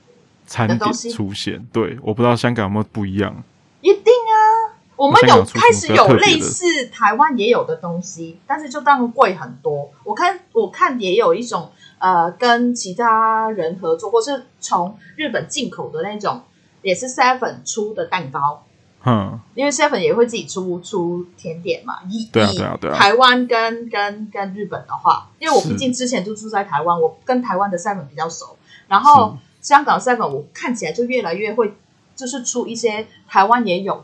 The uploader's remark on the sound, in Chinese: 錄音程序：台北、香港的異地錄音～。今天的錄音品質有點問題，煩請見諒！